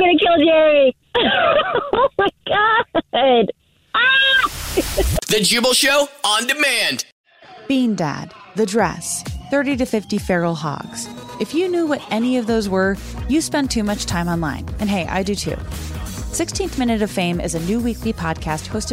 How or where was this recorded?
phone line